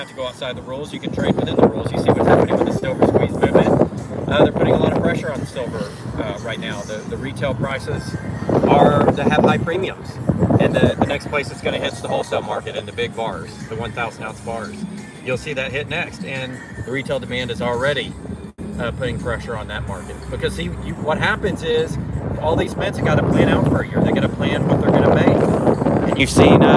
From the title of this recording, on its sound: Live from the Vegas strip